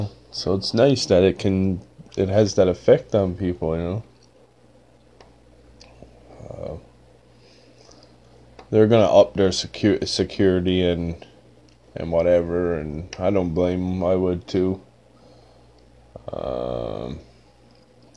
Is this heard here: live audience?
no